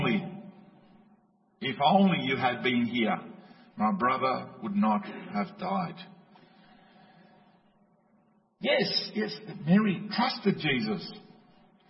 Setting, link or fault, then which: setting, large echoing room